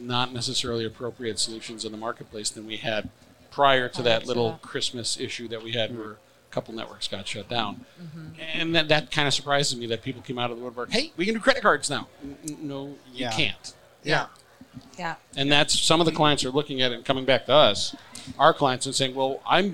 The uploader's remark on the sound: Recorded at MJUnpacked NYC.